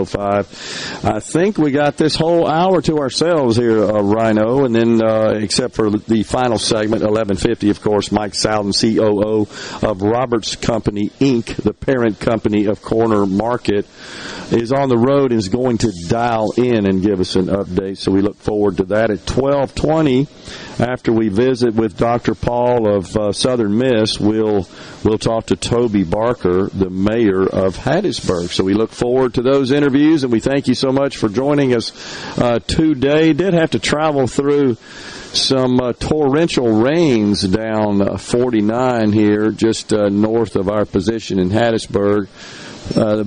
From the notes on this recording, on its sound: LIVE from Corner Market in Hattiesburg